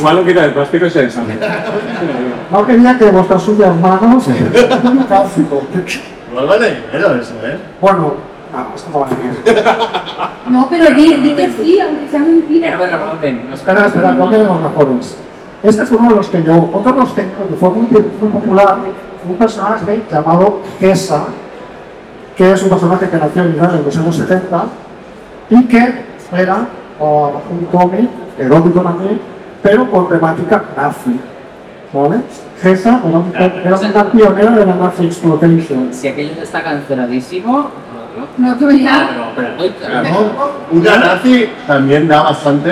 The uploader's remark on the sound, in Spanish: Desde el Comic Barcelona. Va y no se graba el audio de la tabla de mezclas. Así que os presentamos este video justito de calidad pero suficiente para que veais la que hemos liado en el Comic BCN 2023. Aunque el audio no sea el mejor.